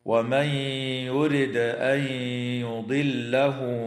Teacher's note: تدغم النون الساكنة في الياء مع الغنة في قوله تعالى ومن يرد أن يضله